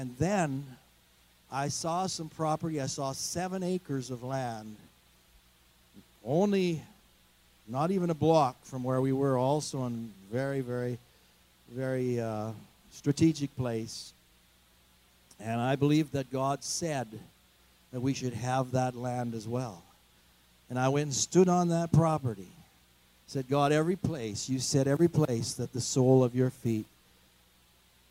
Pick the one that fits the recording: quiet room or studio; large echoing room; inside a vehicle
large echoing room